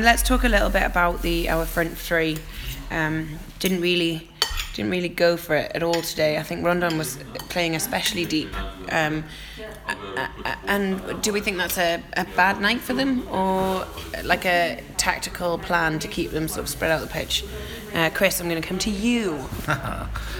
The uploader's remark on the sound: Recorded in a restaurant outside the Emirates.